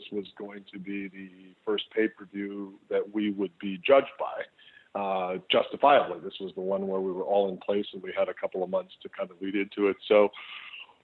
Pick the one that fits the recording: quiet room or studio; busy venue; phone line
phone line